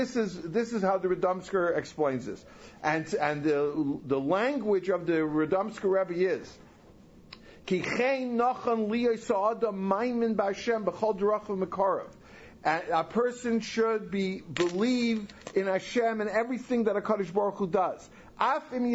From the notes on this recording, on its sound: Recorded live at OU World Headquarters NY, NY January 9, 2008.